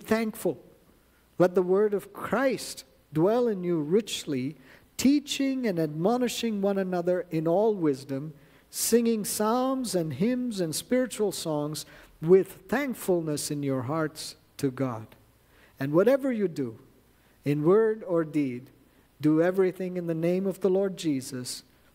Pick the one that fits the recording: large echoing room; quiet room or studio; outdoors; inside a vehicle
large echoing room